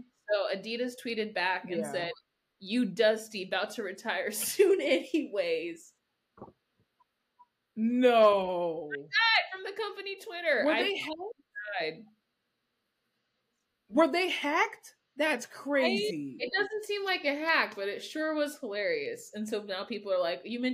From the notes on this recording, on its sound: Please forgive any technical difficulties in this episode as we tried our absolute best to bring you quality audio and video.